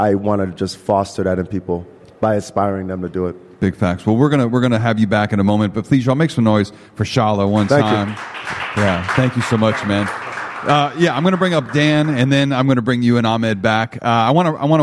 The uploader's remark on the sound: The Cornerstore Podcast LIVE at FieldHouse Jones for Allstar Weekend